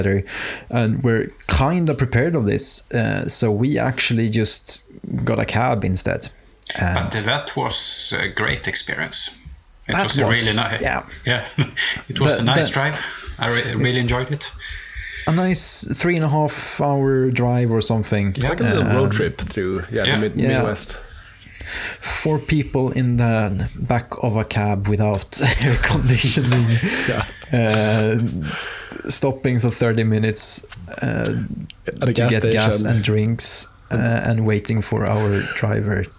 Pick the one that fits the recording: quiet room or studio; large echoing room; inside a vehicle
quiet room or studio